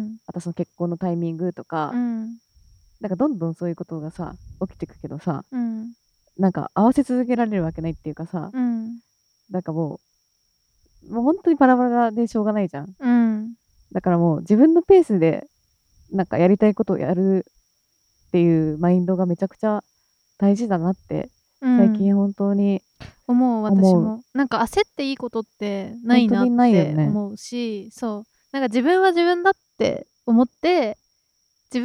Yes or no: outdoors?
yes